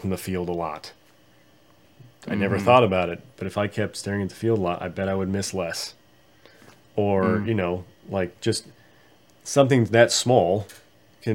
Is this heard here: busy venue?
no